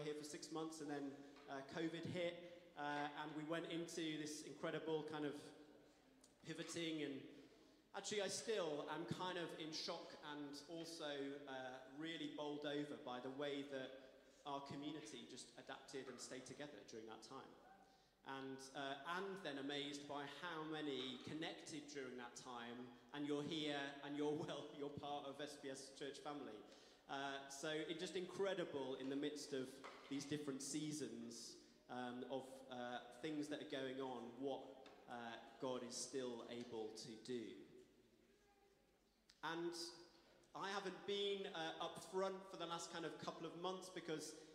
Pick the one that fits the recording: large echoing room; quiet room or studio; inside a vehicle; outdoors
large echoing room